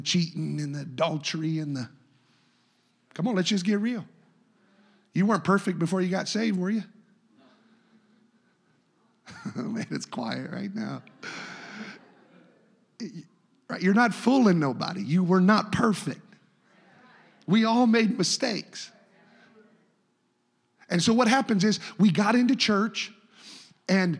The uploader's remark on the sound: A service recording from Connect Point UPC.